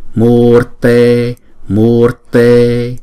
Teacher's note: Chữ U là kéo dài hai nhịp, rồi có chữ R trong đó, rồi T